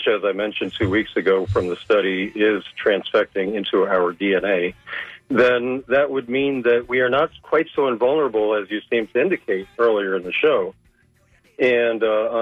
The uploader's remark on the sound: unique magazine format call-in show